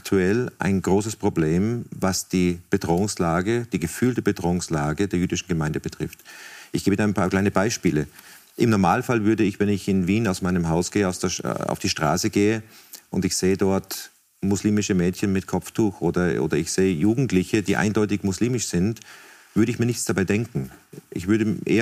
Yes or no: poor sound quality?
no